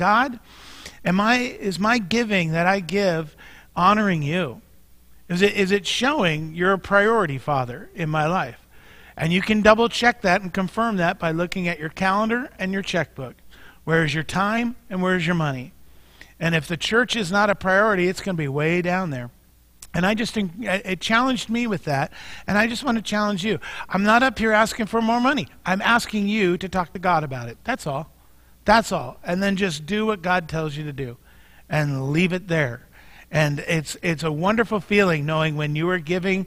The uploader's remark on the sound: Mt. Zion Church Live!